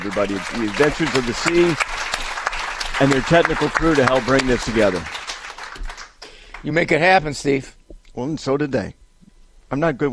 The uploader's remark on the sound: Live from the Good News Cruise